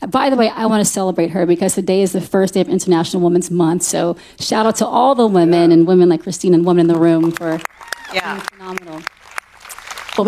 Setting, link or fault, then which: setting, live audience